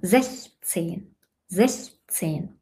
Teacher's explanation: Auf der ersten Silbe gehe ich nach oben und werde lauter. · Term: Betonung